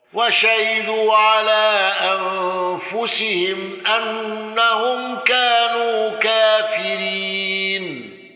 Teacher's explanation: رويس بالإدغام وإمالة كافرين، وتمتنع هاء السكت على الإدغام.